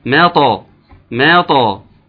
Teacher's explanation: نرقق الميم. حتى ما، وبعد الميم هات لطاء بقى مفخمة